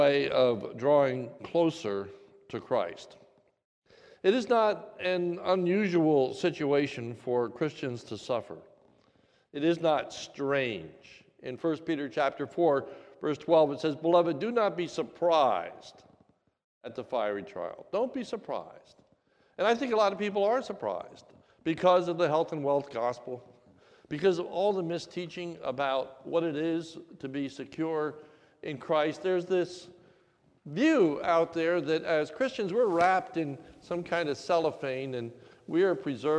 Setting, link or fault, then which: setting, large echoing room